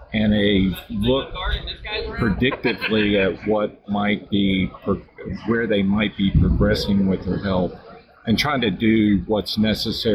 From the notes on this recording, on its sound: This is a special interview with 2 representatives from SelectWell from the recent NCAFC conference in Wilmington NC. The audio is a bit off due to the conference environment.